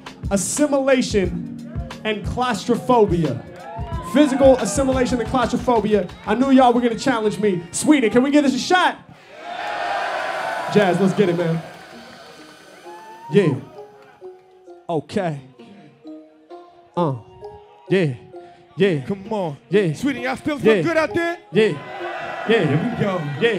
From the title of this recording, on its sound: Live In Dublin, Stockholm